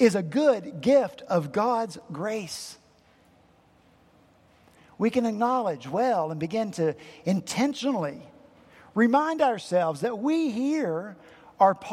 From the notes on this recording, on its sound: at Redeemer Presbyterian Church in Charleston, SC